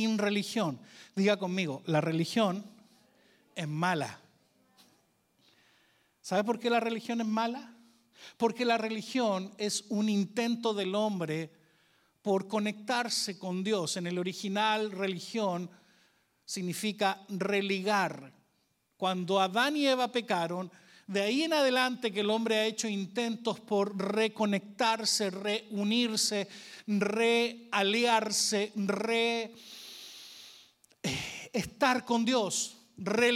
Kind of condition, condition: setting, large echoing room